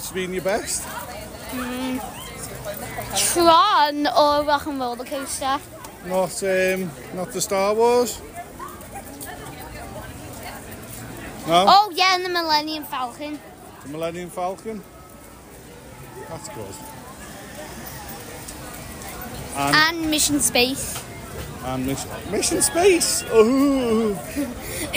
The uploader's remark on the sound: Live on Location (At Disney)